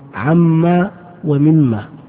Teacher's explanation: هذه أصلها عن ما ثم أدغمت النون في الميم لأنها تشاركها في الغنة · Term: الإدغام